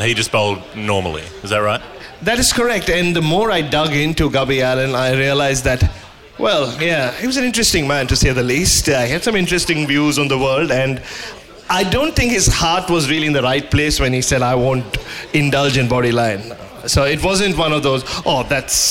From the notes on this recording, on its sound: Live in Adelaide. This show comes to you LIVE from the Arkaba Hotel in Adelaide, the evening after the West Indies Test, with a room full of people who were split about 50/50 in terms of being there for the show or being confused by the show.